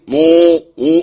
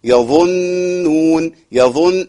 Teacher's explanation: الضم بتاع النون بدون ما أعمل إطباق · Shown in: second take · لأن الإطباق مش معايا من الطاء لحد النون، فبقيت النون كأنها إيه؟